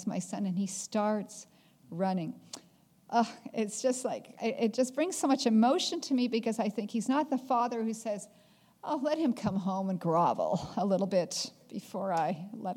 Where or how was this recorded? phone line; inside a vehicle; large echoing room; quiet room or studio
large echoing room